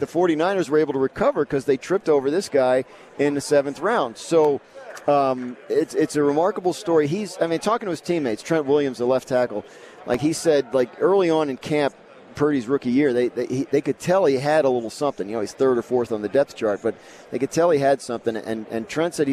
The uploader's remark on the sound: Live from Radio Row in Las Vegas. The build-up to Super Bowl 58.